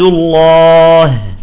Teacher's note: انتبهتوا الهاء تبع الله، رققت الهاء، ليش؟ لأنه مستفلة